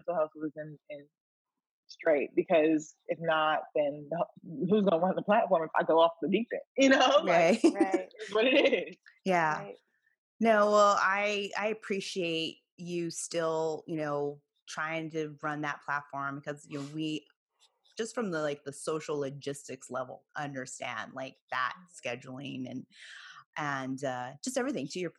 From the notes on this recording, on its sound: Joins us on this Hoops Talk Podcast Zoom’d episode.